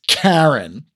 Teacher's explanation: It has a voiceless plosive, the harsh K that emerges with a puff of air from the back of your mouth, like you're spitting out the word.